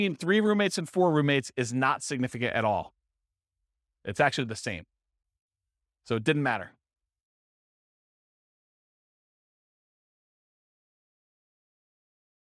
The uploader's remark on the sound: This was a live class recorded